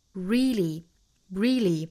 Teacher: 英音读法呢倾向读成一个长元音 e